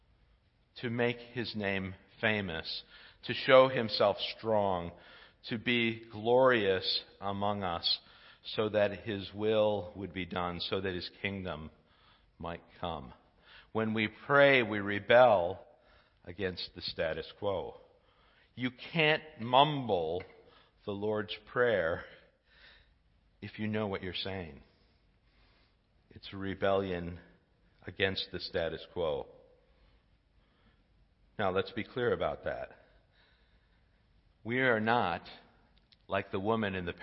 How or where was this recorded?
large echoing room